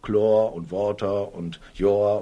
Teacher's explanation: Da gibt es also nur diesen verdumpften O-Laut.